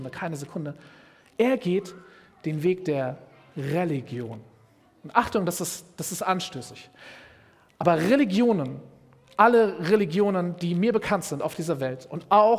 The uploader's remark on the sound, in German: Predigt im Rahmen des GreifBar+ Gottesdienstes